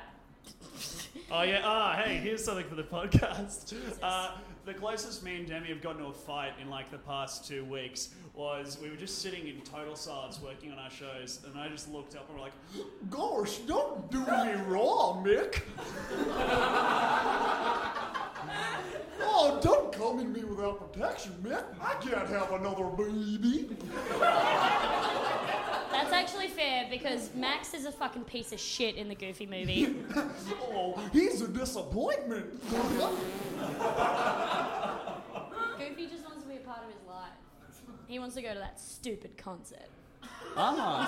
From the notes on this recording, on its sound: This is our Brisbane live show